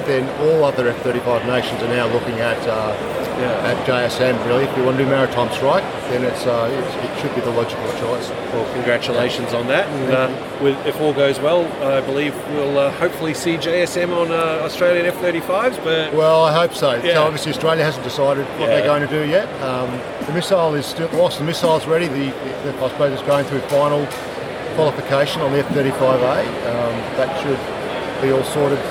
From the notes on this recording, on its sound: We release an interview recorded at Avalon 2023.